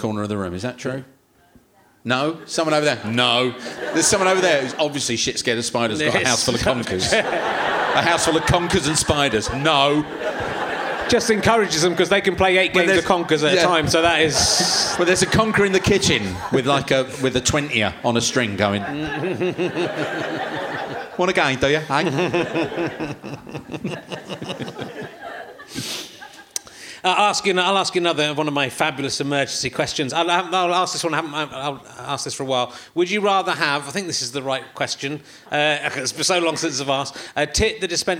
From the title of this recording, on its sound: Leicester Square Theatre Podcast